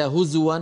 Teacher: انتبهي إلى هزوا فهي بضم الزاي